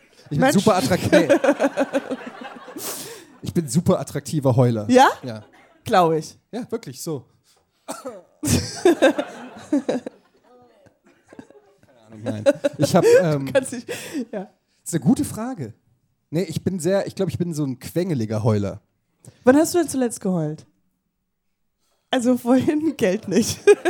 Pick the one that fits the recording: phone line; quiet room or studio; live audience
live audience